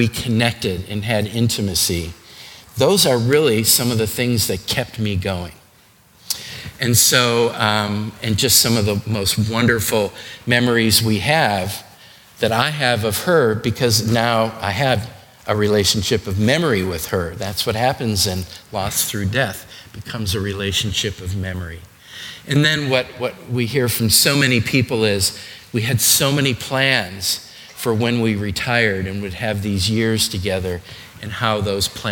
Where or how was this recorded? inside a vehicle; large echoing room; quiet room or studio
large echoing room